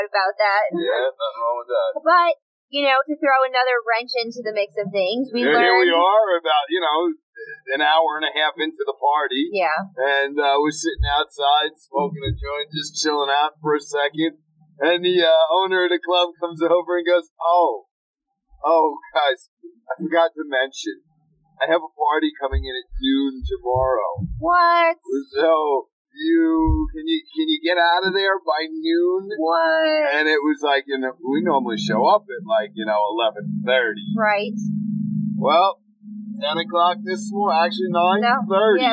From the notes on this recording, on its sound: Listen in as we travel back from Boo, A Mindbender Production, recording in the car.